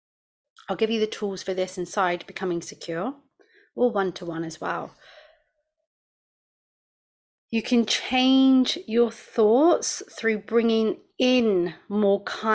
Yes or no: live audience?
no